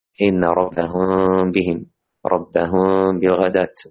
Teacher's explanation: الميم الساكنة مخفى، يعني الميم هذه تخفى وذلك بترك فرجة بسيطة يراها القريب المبصر. وقلنا هناك من يقول بقدر ثقب إبرة. · Term: الإخفاء الشفوي